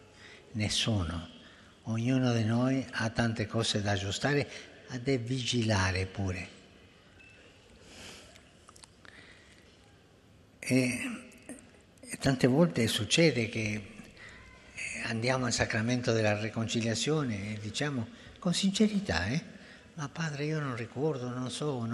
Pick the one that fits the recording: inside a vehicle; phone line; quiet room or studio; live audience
live audience